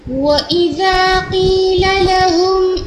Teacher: قيل لهم لام کی زبر ٹھیک ہے اس کو آپ نے اتنی ہی رکھنی ہے کھینچنی نہیں ہے